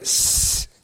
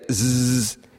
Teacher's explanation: you can hear that s has a much higher frequency than z